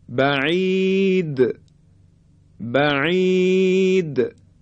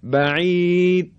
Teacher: حالا اگه این صفت قلقله رو ما به خوبی انجام ندیم یعنی حرف دال دیگه شنیده نمیشه · Shown in: first take · و این صحیح نیست.